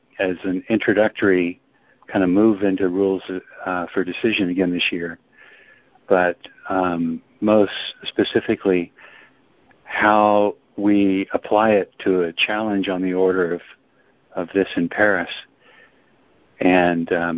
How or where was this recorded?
phone line